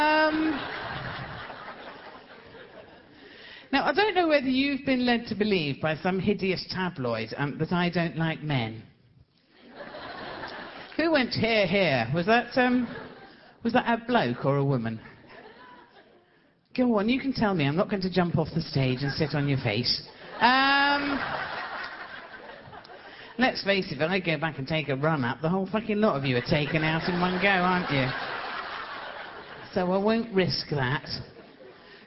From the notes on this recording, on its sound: Recorded on tour